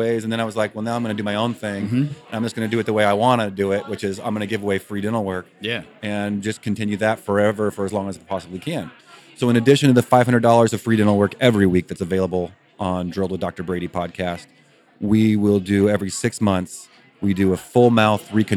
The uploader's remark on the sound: Live from DIA 2.0. Two podcasts collide live at DIA2.0 in Scottsdale, AZ.